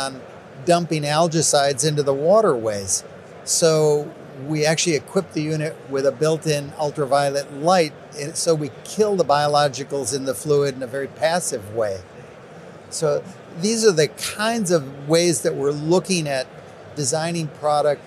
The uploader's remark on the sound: MJBizCon on-site interview